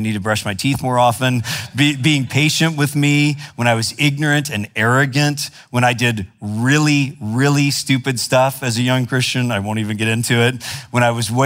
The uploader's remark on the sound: preached in February 2017 at Sojourn East